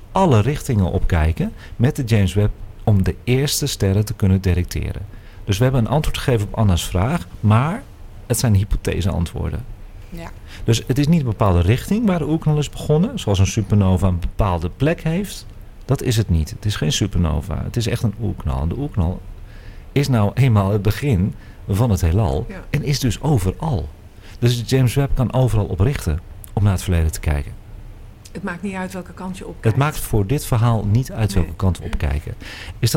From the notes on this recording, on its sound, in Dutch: Deze live uitzending is opgenomen op locatie bij Boekhandel Scheltema aan het Rokin te Amsterdam voor AmsterdamFM.